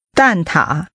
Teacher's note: The tones are falling and falling rising.